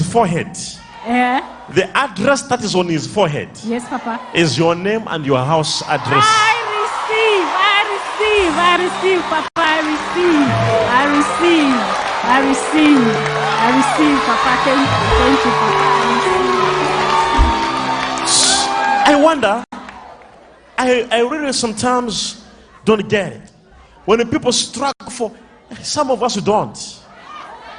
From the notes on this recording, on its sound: LIVE MID WEEK SERVICE| ECG CHURCH